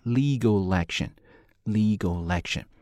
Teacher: legal 和这个 action 中间是不是有一个 L 加上元音的连读啊